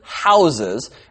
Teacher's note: you used the word house as a verb. And so it sounds with a Z sound